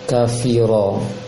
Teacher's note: seperti f bahasa Indonesia, f kafiro, ada tiupan angin di bibirnya, kafiro, seperti baca f, sehingga menghasilkan angin ketika mengucapkan v tersebut.